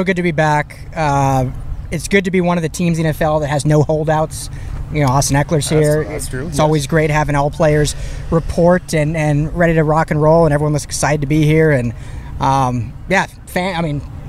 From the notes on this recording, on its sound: LIVE FROM TRAINING CAMP